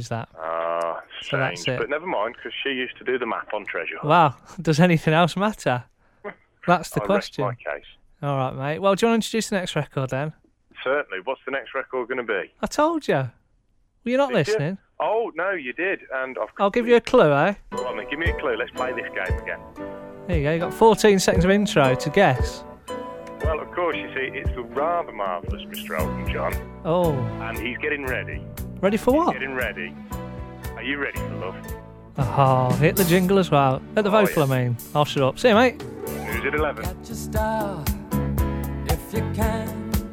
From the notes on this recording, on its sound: on the phone